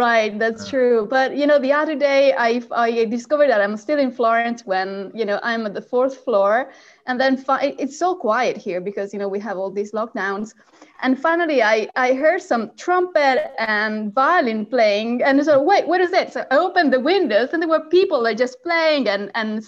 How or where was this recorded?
video call